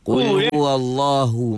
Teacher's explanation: Bunyi u. Ini huruf ha. Bukan u tapi hu.